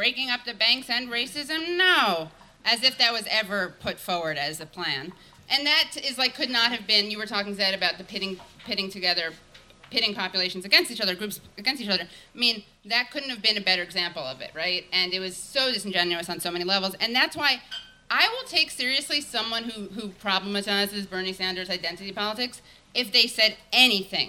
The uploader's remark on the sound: In this live show